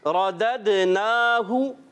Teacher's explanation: रा को मोटा पढ़ेंगे, दाल हुर्फे कलकला से है, फिर इसमें कलकला होगा, आवाज़ लौट कर आएगी